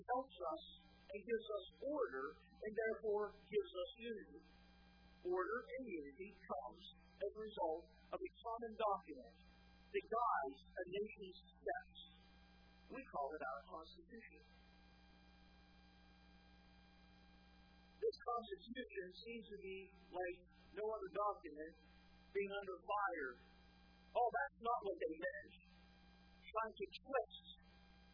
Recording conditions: large echoing room